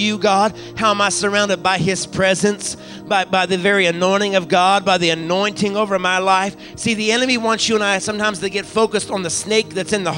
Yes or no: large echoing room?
yes